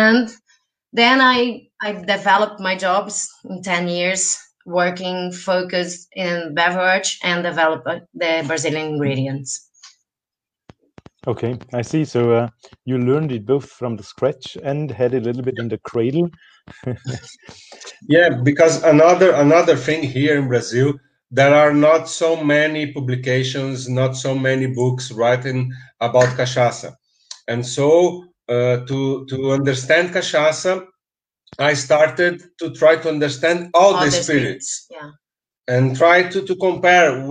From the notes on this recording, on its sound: Unedited recording of our FB live